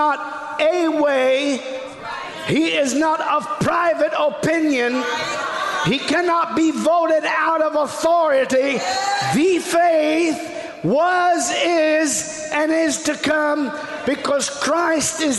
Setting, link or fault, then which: setting, large echoing room